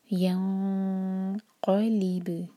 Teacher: آگے ہے ینقلب، دیکھیں ایمٹی نون کے بعد جو ہے قاف ہے، تو یہاں پر ہم اخفاء کریں گے، اور اخفاء ایسے کہ نون کی آواز کو چھپاتے ہوئے قاف کے لیے زبان تیار. اور قاف ہیوی لیٹر ہے تو ہماری زبان اندر سے اوپر کی طرف اٹھے گی تھوڑا.